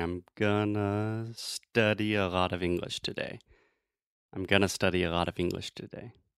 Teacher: all of the unstressed syllables naturally take this schwa sound